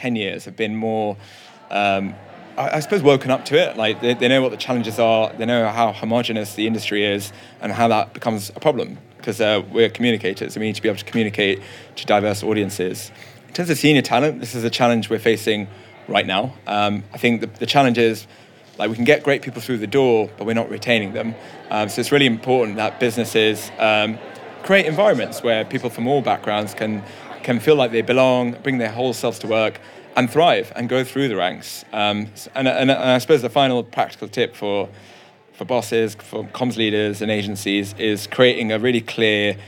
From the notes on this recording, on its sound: interviews speakers and attendees at the Horizon conference